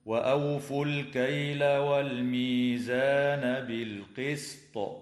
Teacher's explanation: يجوز الوقف على كلمة بالقسط من قبيل الوقف الحسن مع وجوب قلقلة الطاء حال الوقف